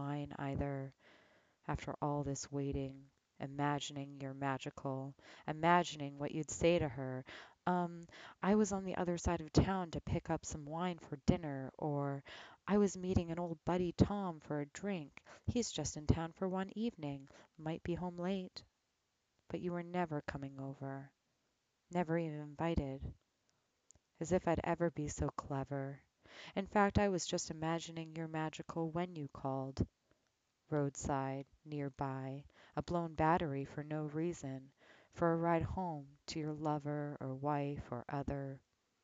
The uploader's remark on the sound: We recorded in two different places and times, so the volume might jump around a bit